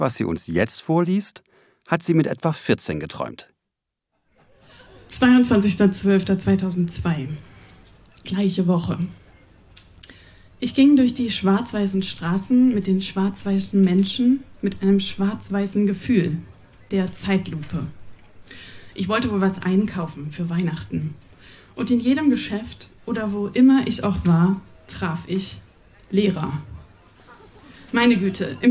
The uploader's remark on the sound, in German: Im Kulturhaus Insel der Jugend, Berlin Auswahl der Beiträge von der „texte von gestern“-Liveshow. Heißen Dank an das Kulturhaus Insel, unser tolles Publikum.